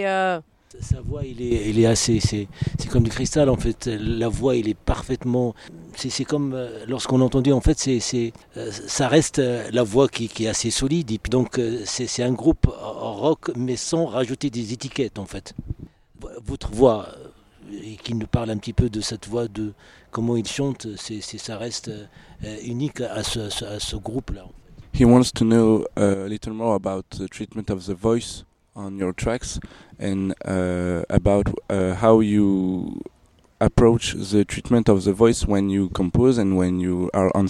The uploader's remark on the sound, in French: RFL101 En Direct De TDS. Emission Terres du Son 2022 – Le plateau radio RFL101.